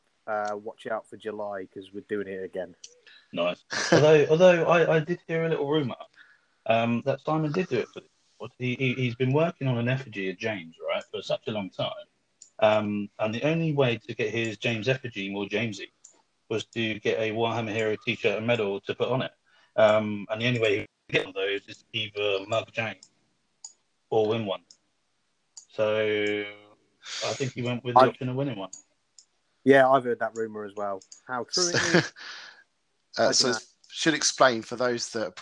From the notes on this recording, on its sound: This is the Pilot Episode and typically we (I) did run into some technical difficulties whilst recording. I’ve salvaged what I can and apologise for any poor audio quality on my part.